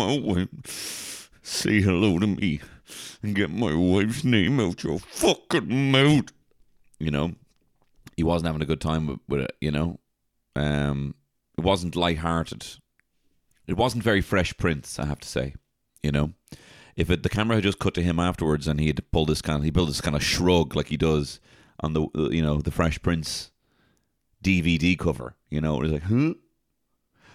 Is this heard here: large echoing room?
no